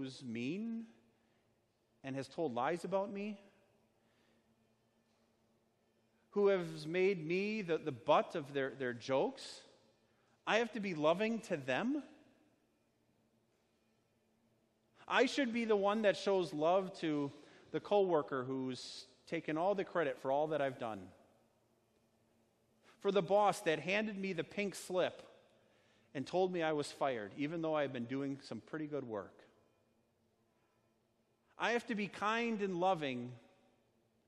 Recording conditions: large echoing room